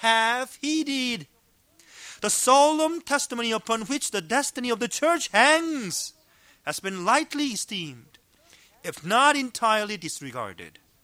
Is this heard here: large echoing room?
yes